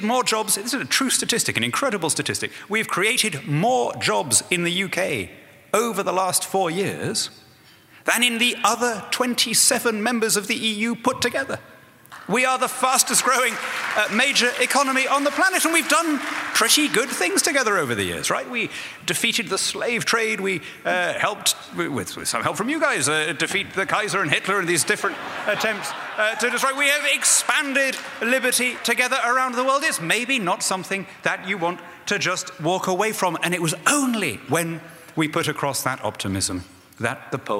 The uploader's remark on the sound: speaks at Acton’s 2014 Anniversary Dinner